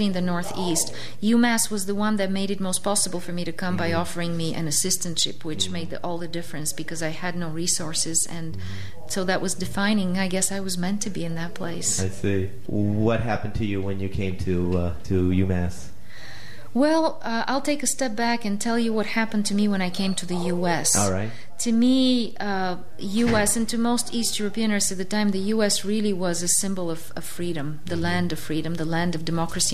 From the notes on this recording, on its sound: Pull her aside during the conference to have a few minutes to interview her. The interview is very "on location" so you hear the comings and goings of the conference participants during the interview.